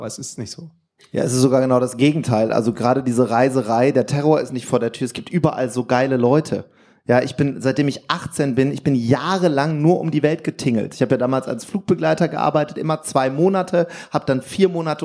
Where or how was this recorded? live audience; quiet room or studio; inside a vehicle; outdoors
live audience